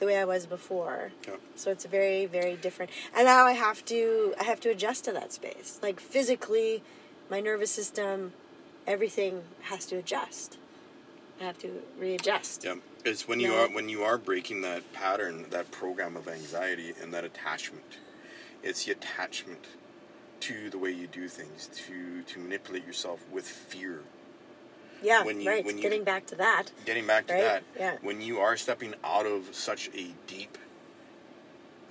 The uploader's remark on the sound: recorded on the car ride home from a few hours of R&R at a local beach